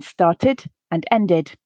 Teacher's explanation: So here, we're going to pronounce that letter E in the ED ending, as well as the letter D, and end up with an additional syllable